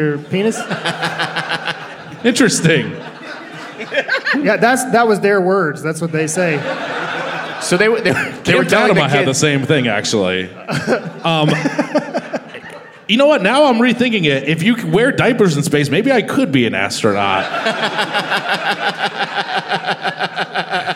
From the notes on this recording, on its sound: Recorded live at Stand Up Live Huntsville on April 10, 2019.